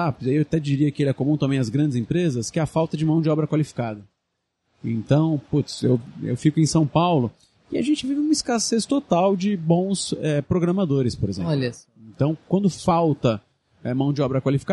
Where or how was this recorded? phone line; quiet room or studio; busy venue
busy venue